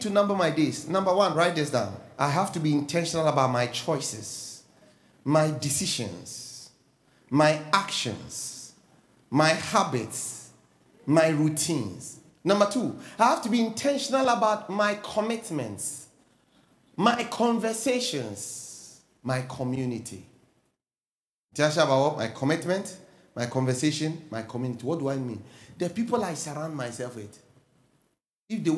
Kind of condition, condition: setting, large echoing room